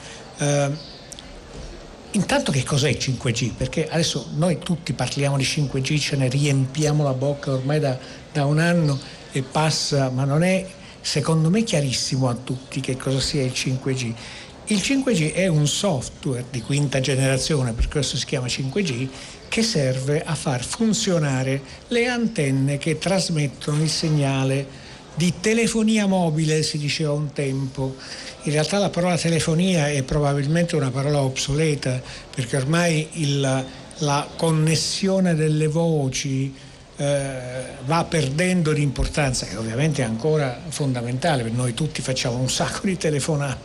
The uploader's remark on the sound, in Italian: diretta dal Festival dell&#39;Economia di Trento